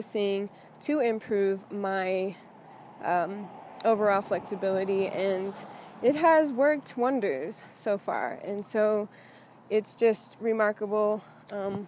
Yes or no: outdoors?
yes